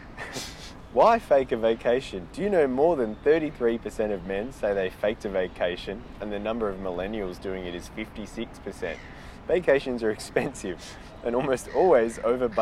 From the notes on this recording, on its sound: live from Barangaroo boardwalk!